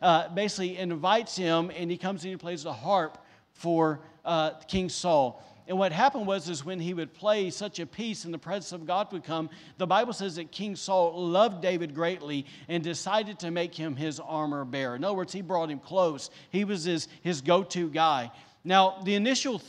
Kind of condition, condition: setting, live audience